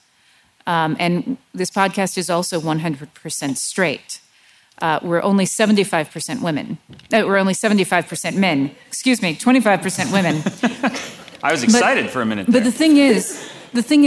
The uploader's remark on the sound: Recorded live at WXR 2017.